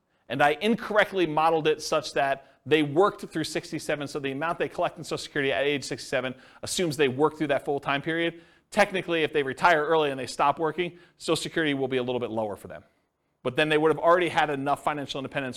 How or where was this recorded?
live audience